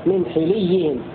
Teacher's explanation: بكسر الحاء تبعا لكسر اللام هكذا يقرأ حمزة والكسائي